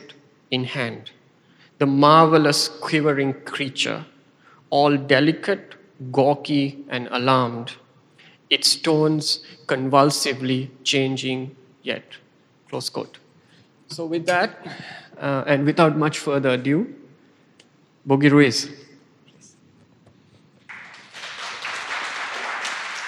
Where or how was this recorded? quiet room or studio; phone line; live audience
live audience